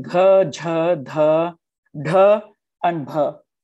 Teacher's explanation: But some, there is a technical difficulty in saying gh, because the gh has your vocal cords vibrating, and then there's a sudden h. They open, and then they come back to say the a.